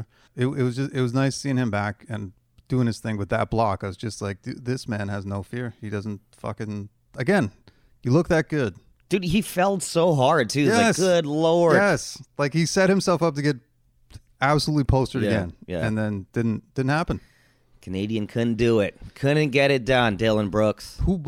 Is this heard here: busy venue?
no